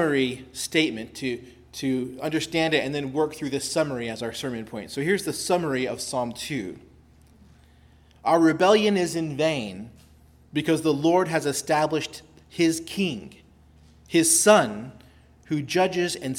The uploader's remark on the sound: preached at Christ Our Savior Baptist Church